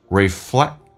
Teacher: K 跟 T 组合在一起，那个 K 是不发音，所以发到那边的时候气流稍微阻塞一下